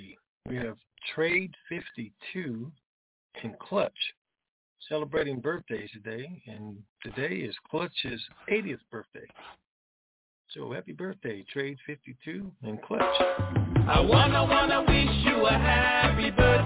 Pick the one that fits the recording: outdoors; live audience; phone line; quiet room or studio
phone line